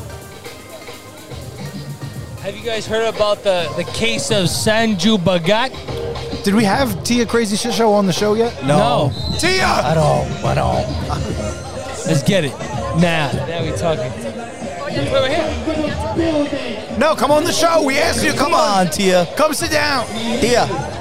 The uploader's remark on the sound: LIVE FROM THE RUCKER PARK CHAMPIONSHIP. Live from Rucker Park on 8/27/23!